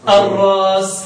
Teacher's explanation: السوسي طبعا يبدل كل همزه ساكنه، كان ورش يبدل الفاء بس، لكن سيدنا السوسي بيبدل الفاء والعين واللام. ويبدل السوسي كل مسكن من الهمز مدا، اي حرف مد